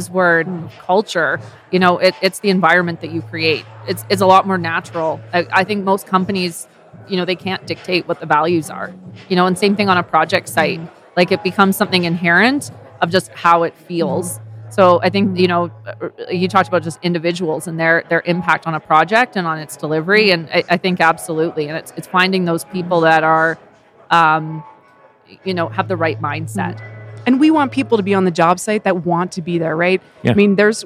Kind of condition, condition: setting, busy venue